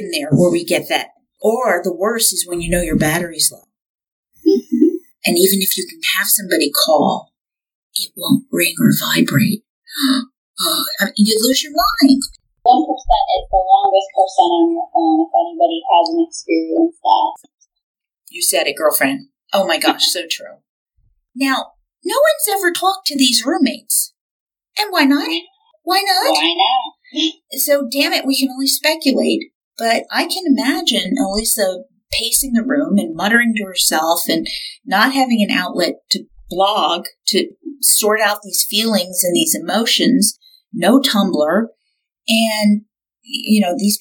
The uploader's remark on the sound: the sound is bumpy!